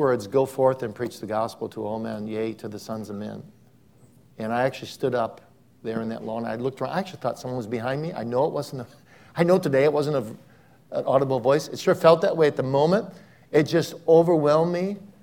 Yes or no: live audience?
yes